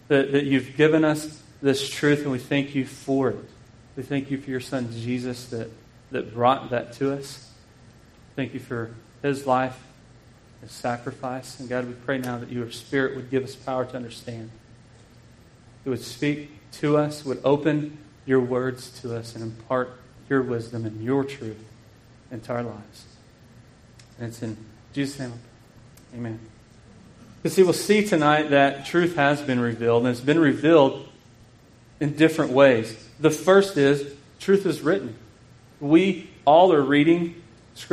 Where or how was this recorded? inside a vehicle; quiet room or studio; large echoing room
large echoing room